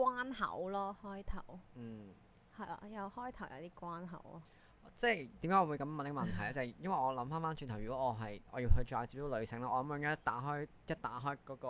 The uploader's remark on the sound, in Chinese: 本集因收音故障，雜音較多，敬請見諒。